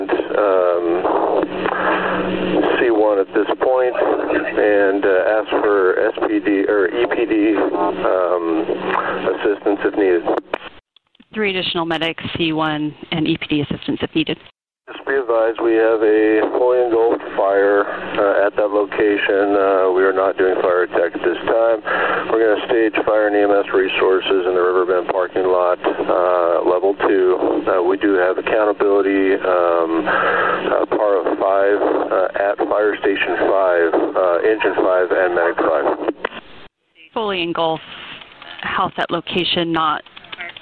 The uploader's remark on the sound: Recordings from 911 dispatchers detail a shooter's ambush of firefighters responding to an Oct.